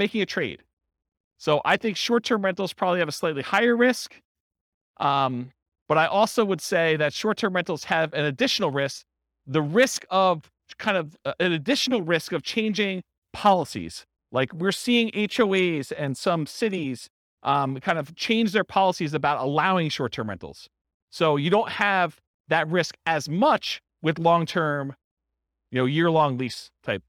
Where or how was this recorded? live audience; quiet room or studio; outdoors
live audience